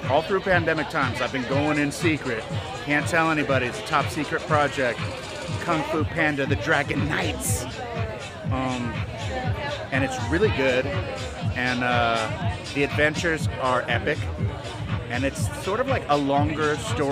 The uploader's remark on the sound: We were at the LA premiere of Kung Fu Panda: The Dragon Knight premiere to speak to the cast